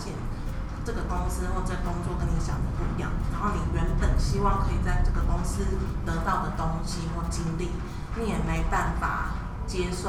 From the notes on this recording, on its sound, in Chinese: 錄製時天氣下雨打雷，很抱歉真的修不掉，請大家幫忙自動過濾背景音。